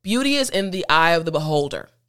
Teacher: when I say beauty fast, you don't hear that t